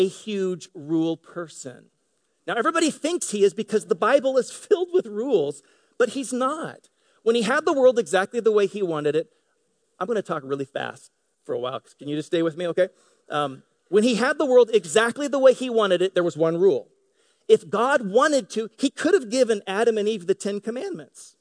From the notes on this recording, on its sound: Delivered on 18 February 2018 at Grace Church of La Verne . At Grace Church of La Verne .